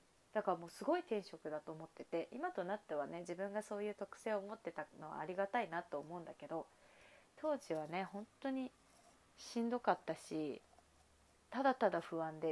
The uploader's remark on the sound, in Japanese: バックミュージック無し。声が小さく録音されてしまったためバックミュージック消しました。